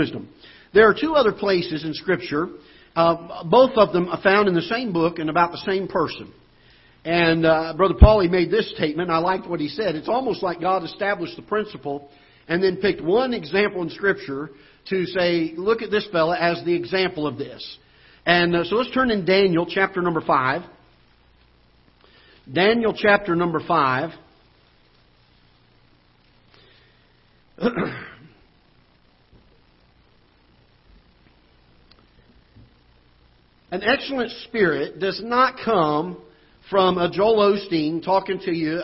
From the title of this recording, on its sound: Ketha Heights Baptist Church ~ Live Broadcast